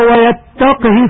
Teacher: بإسكان القاف وكسر الهاء بدون مد صلة